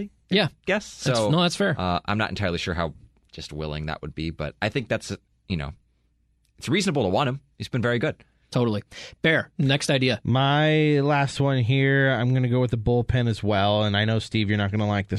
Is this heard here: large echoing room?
no